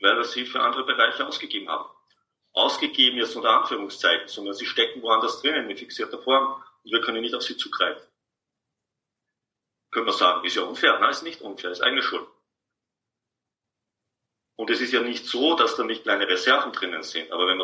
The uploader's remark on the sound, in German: Dies ist ein Mitschnitt aus einem Online Seminar.